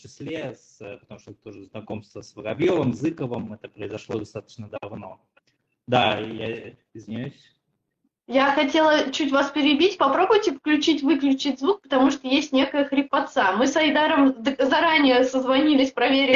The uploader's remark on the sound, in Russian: К сожалению, не удалось избежать проблем со звуком.